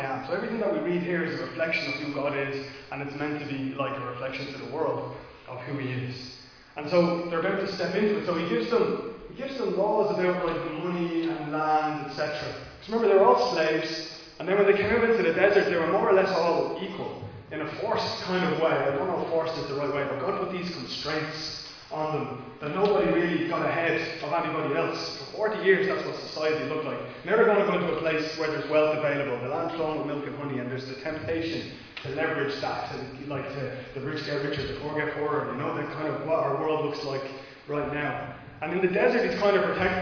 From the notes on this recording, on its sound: Recorded live in Liberty Church on 22 August 2021